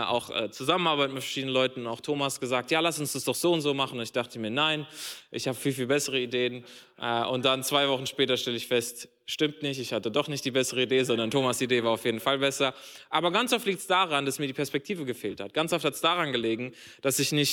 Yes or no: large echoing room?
yes